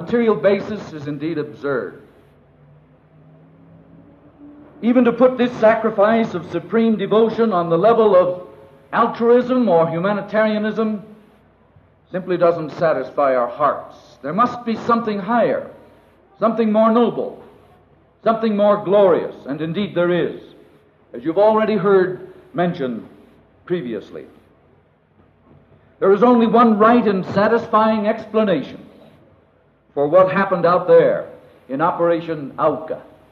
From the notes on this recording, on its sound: This recording is of the memorial service. It was originally aired on "The Back Home Hour" program of the missionary radio station HCJB (Hoy Cristo Jesús Bendice) in Quito, Ecuador.